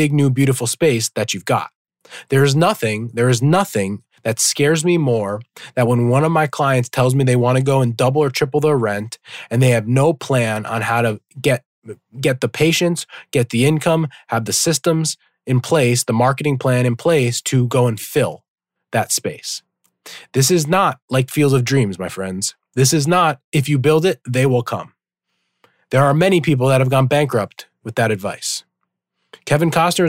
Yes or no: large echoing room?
no